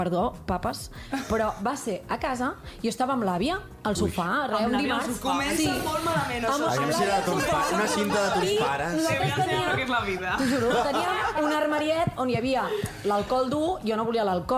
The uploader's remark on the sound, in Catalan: Des del mític estudi Toresky de Ràdio Barcelona, gravem el segon programa especial amb públic i moltes sorpreses. Responem les preguntes dels assistents.